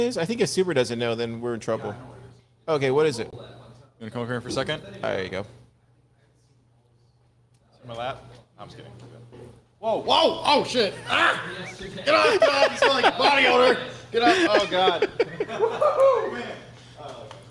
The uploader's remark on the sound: Pleb Broadcasting Service was broadcasted from Austin, Texas on September 23rd, 2022 in front of a live Pleb audience.